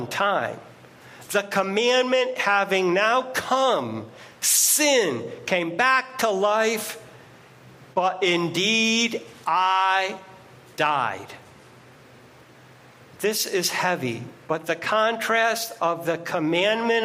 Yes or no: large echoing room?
yes